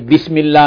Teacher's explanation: ادھر وہ اللہ سے پہلے زیر ہے جی. تو اس کو باریک آواز میں پڑھنا ہے